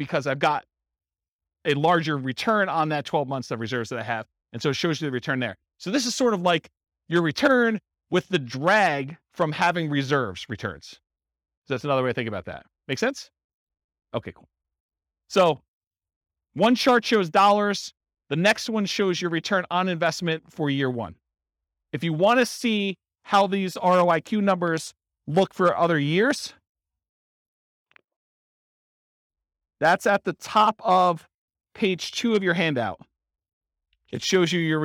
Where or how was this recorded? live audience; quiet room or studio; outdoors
live audience